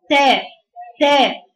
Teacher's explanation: لو نزلت فك السفلي اكتر اقول تاء تاء، خلاص بقى فيها تقليل